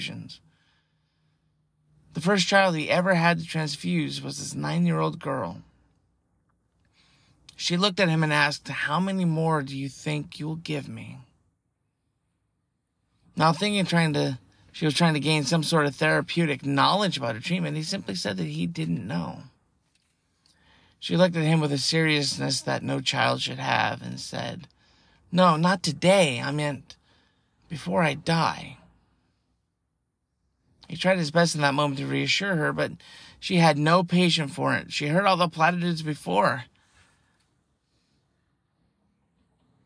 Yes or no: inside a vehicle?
yes